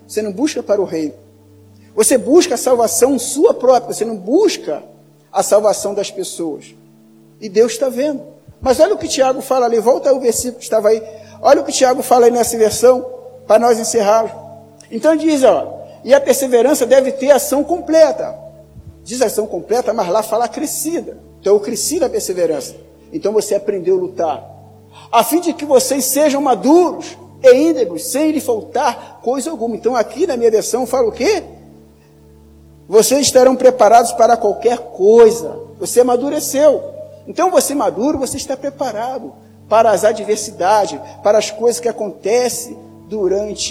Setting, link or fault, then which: setting, large echoing room